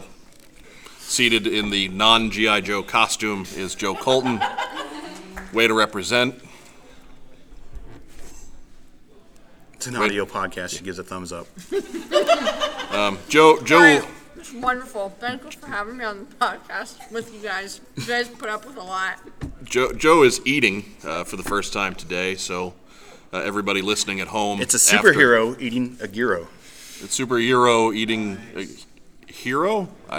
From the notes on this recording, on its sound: took some time for Q&A with the crowd at this live appearance